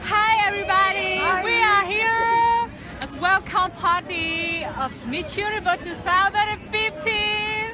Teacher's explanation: từ Miss Universe thì cô ấy phát âm đều thiếu âm S